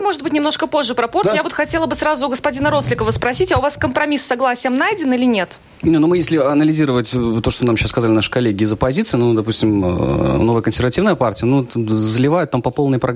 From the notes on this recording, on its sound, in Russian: В новом выпуске дискуссионной программе Латвийского радио 4 «Домская площадь». По телефону. В записи.